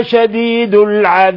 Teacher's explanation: لما نقف على الباء بالسكون نقلقل الباء لأن الباء من حروف المقلقلة، من الحروف المقلقلة الخمسة قطب جد.